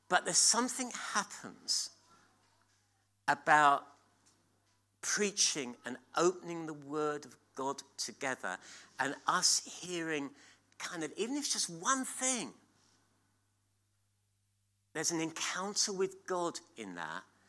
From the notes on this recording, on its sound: at King's Church, Cockermouth